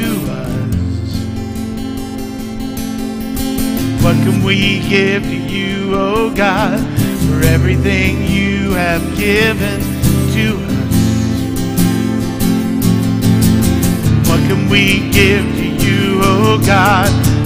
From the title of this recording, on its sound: Mt. Zion Church Live!